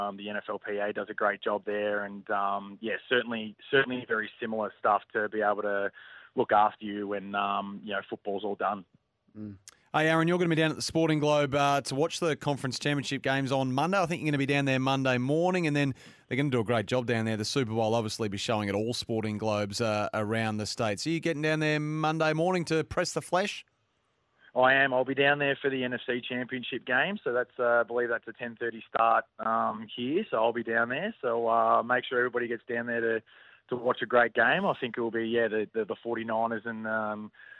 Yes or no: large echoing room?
no